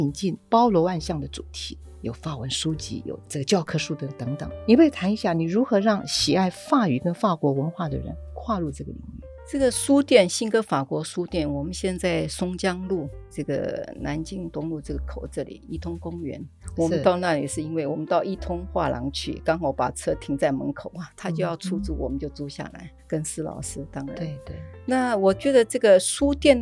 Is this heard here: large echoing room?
no